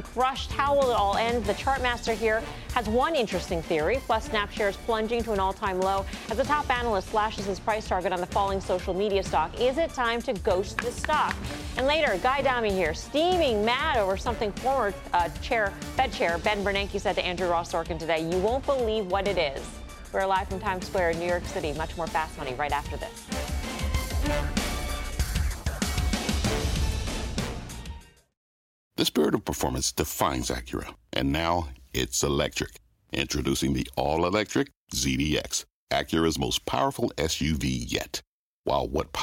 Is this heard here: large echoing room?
no